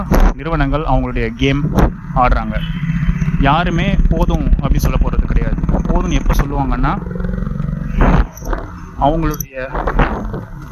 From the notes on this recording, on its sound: Sound recorded in a breezy road while walking and mixed through DOLBY software.